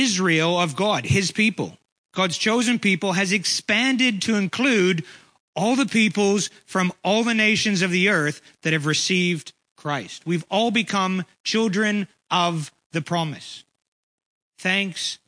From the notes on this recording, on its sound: Preached on 12/11/23 at Ngaruawahia